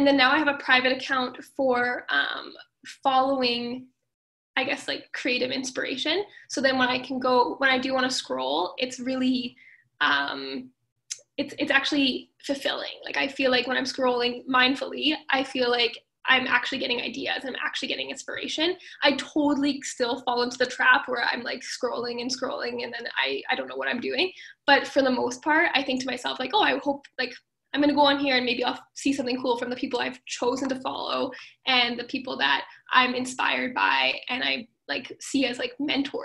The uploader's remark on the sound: Live Community Call.